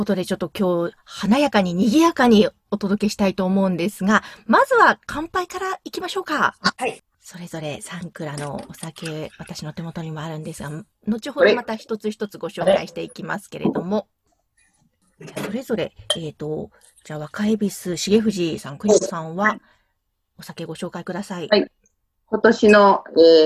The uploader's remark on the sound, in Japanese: クリスマスのコスチュームもつけながらZoomでお話を伺いました。